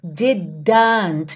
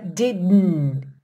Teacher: Não solta a língua do céu da boca entre o D e o N. · Shown in: second take